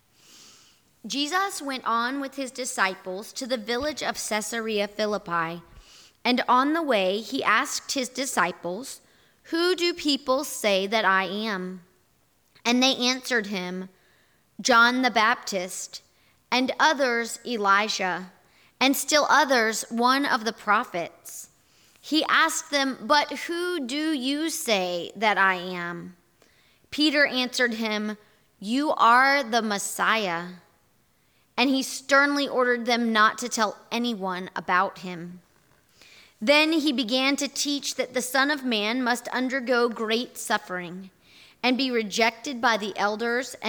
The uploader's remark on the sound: Here is our audio recording from this morning&#8217;s in-person worship service. Here is our audio recording from this morning’s in-person worship service.